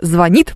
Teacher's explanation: слово «звонит» произносится с ударением на «и»